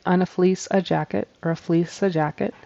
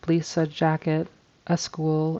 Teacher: There's a little schwa sound, a little in there, which is tempting to do when a word ends in or begins with an S.